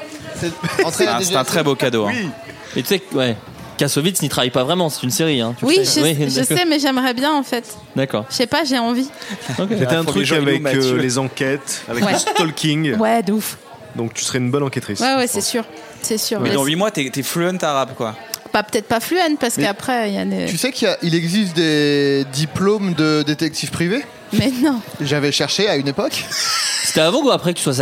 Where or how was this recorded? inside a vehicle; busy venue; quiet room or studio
busy venue